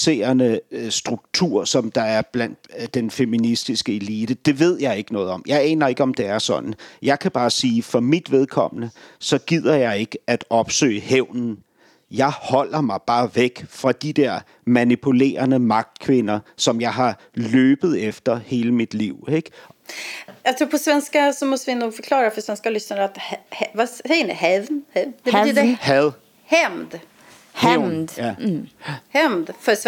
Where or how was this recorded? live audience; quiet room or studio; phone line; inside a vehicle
quiet room or studio